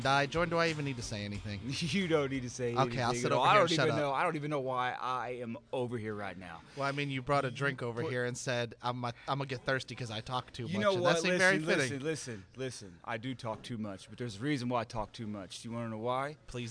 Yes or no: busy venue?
yes